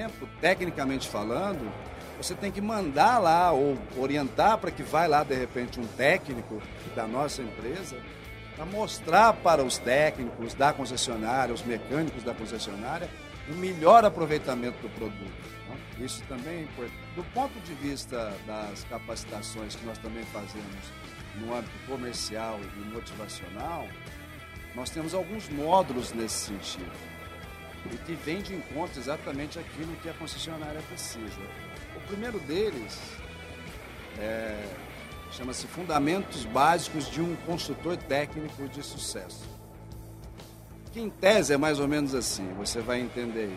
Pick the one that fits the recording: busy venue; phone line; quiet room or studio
busy venue